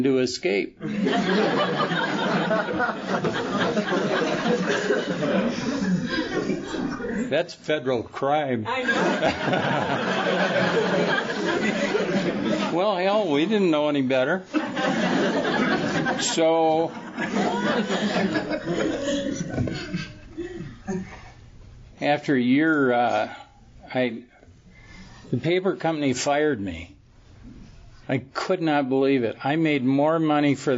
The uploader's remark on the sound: Tells his story at the Fellowship of the Spirit Conference held in Utah in 2011.